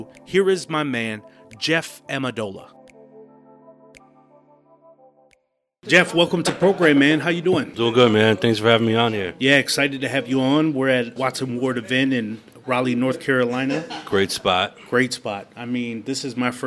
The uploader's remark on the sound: While sitting at a live Watts & Ward event. While sitting at a live Watts & Ward event.